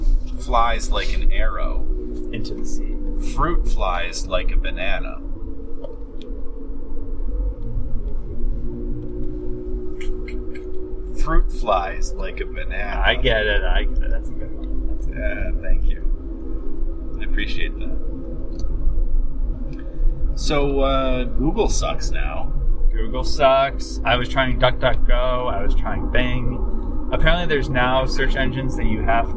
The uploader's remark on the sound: While driving through a bisected plateau in West Virginia.